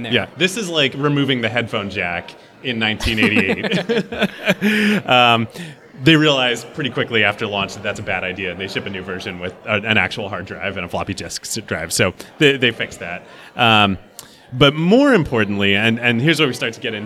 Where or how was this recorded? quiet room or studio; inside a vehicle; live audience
live audience